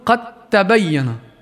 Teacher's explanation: ولكن دال قد هذه قد تدغم مع التاء عند حفص، فهي من نفس المخرج لكن الحرف مختلف، فنقول قد تبين. لاحظ الدال لم تلفظ أبدا ولا قلقلة، أدغمت بالتاء · Term: إدغام المتجانسين